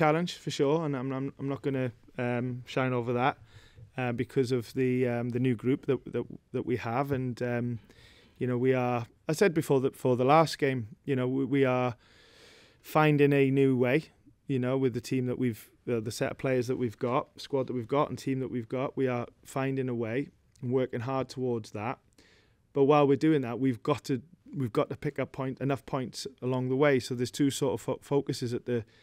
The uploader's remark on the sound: Pre Match Press Conference